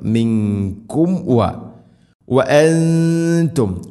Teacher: സാക്കിന മീമിന് ശേഷം വ വരുമ്പോൾ രണ്ട് ചുണ്ടുകൾ തമ്മിൽ തട്ടിച്ച് മീമിനെ പൂർണ്ണമാക്കണം